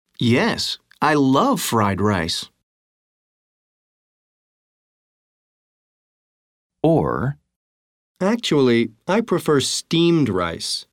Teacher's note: Notice how the stress and intonation move to the new information in the answers. · Term: Stressing new information